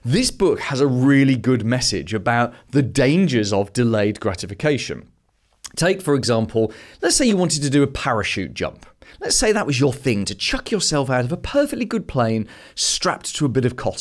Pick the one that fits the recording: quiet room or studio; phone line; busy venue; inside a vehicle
quiet room or studio